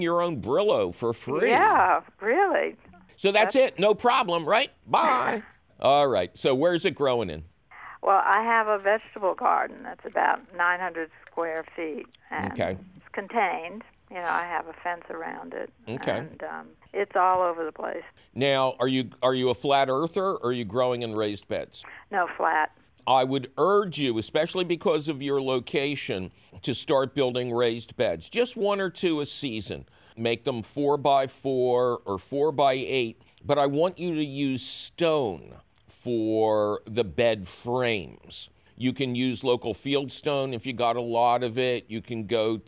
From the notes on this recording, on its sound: We talk with a guest. Your fabulous phone call questions.